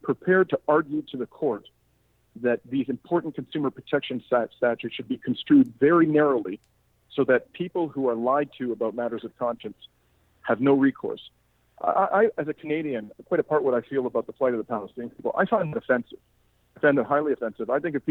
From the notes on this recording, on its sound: joined me on the phone to explain more